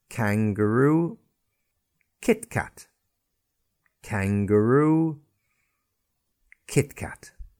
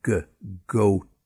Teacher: So we said the K unvoiced and the G is voiced.